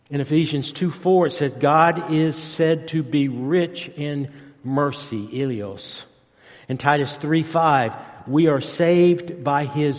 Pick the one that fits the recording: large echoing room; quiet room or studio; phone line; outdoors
large echoing room